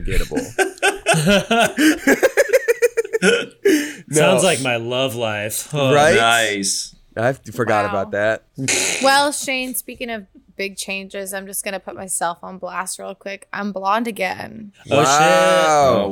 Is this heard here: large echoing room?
no